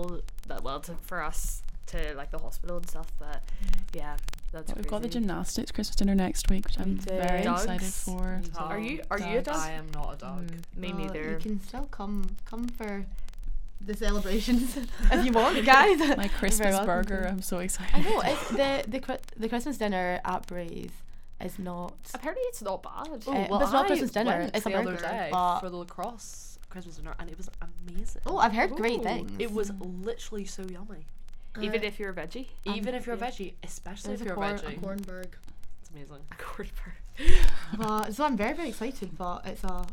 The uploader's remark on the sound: please enjoy the sound of the festive "crackling fire" in the background of this podcast (I literally don't know what happened with the mics)